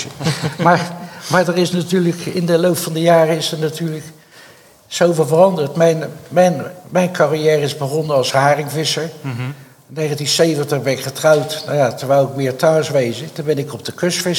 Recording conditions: live audience